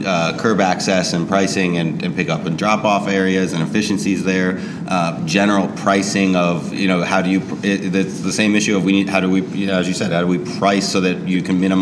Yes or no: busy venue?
yes